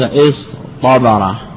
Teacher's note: والأصل استبرة تجع واضتعن واضتلم، فستثقل اجتماع التاء مع الحرف المطبق لما بينهما من مقاربة المخرج ومباينة الوصف، لأن التاء من حروف الهمس والمطبق من حروف الاستعلاء، فأبدل من التاء حرف الاستعلاء من مخرجها وهو الطاء